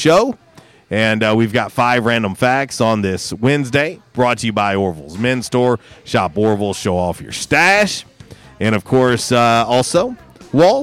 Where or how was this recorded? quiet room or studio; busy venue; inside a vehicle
busy venue